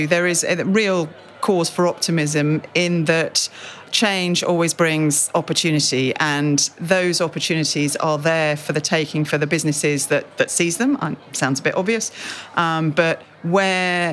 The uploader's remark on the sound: In an exclusive interview, recorded at the World Retail Congress 2019.